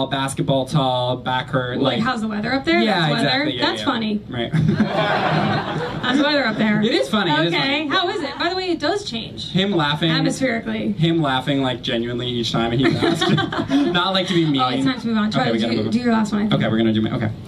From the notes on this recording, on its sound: It's our new york comedy festival live show episode!